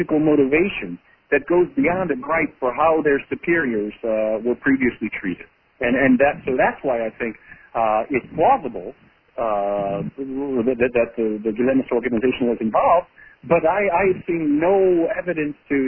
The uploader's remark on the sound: joined in on a Members Conference Call